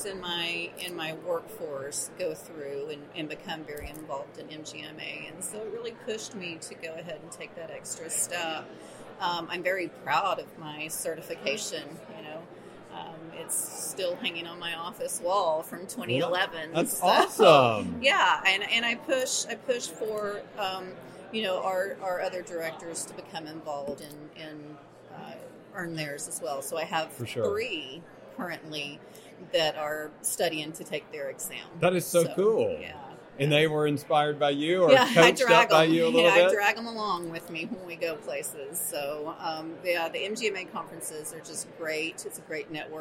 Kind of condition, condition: setting, busy venue